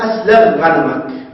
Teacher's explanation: والخاء تدغم في الغين